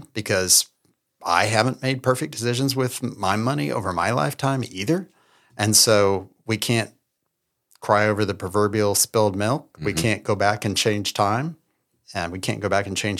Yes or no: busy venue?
no